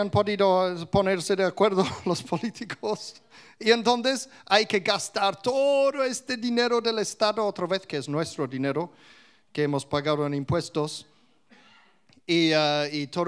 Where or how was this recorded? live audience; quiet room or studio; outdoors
live audience